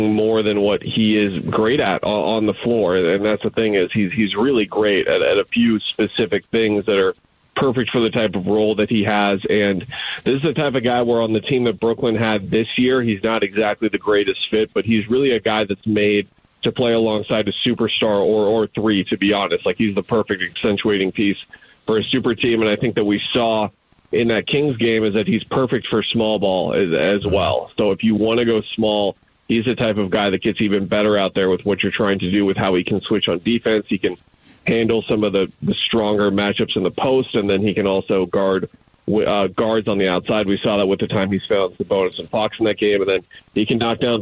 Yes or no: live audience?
no